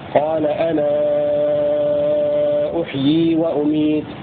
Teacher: وورش يمد ست حركات كما هو معروف في مذهبه في المنفصل